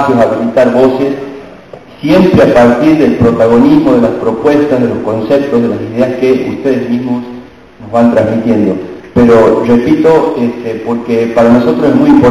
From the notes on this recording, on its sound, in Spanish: Con la participación de 190 expositores de las provincias de Salta, Jujuy, Formosa, Tucumán, Catamarca, La Rioja y San Juan, se desarrolla en el Paraninfo de la Universidad Nacional de Santiago del Estero la Segunda Audiencia Pública 2015 convocada por la Defensoría del Público de Servicios de Comunicación Audiovisual.